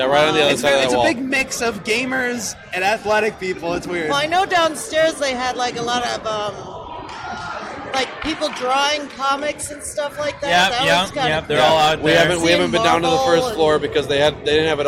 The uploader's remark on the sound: The Caffeinated Creators take the Midwest Gaming Classic by storm! Podcast episode LIVE at the convention!